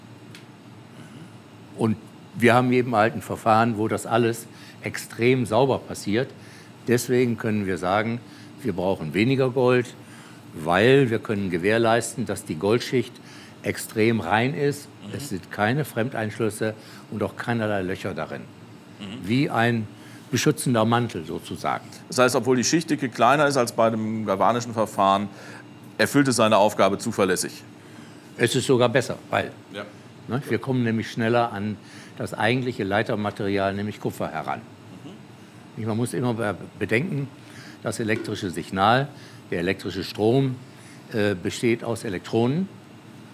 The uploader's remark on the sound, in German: Das Gespräch wurde direkt on location in der Fertigung aufgezeichnet, und das hört man auch. Das Gespräch wurde direkt on location in der Fertigung aufgezeichnet, und das hört man auch. Firmenbesuch bei WBT.